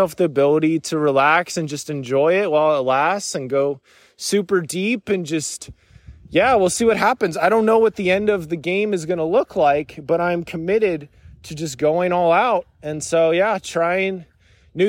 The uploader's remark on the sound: Recorded this while on a walk. Was going to do so in the studio but today it just felt more natural and free-flowing to do it on a walk.